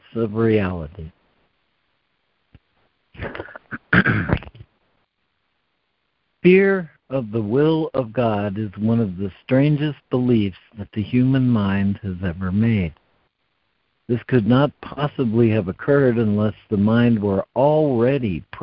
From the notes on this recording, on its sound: ACIM Daily Conference Call